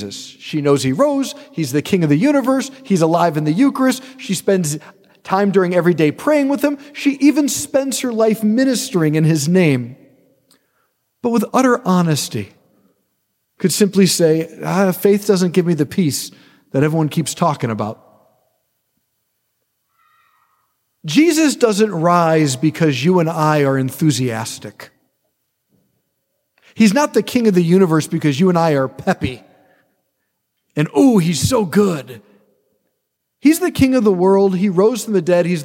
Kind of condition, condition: setting, large echoing room